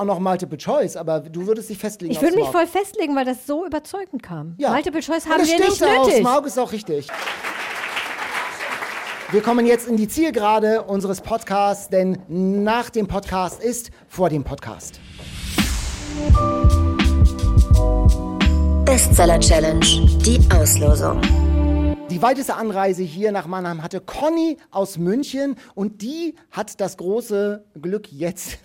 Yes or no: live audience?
yes